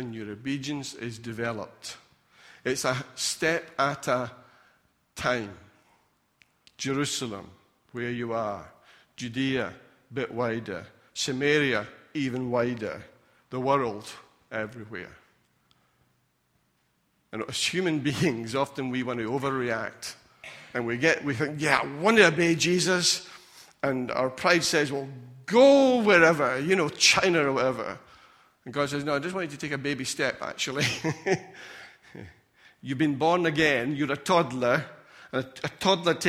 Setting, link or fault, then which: setting, large echoing room